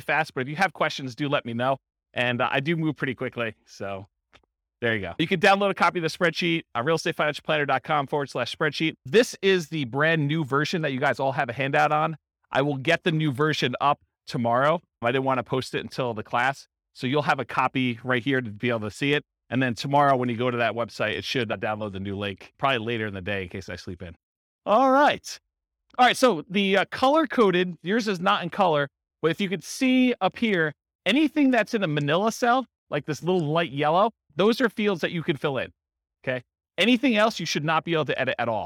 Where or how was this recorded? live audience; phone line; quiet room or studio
live audience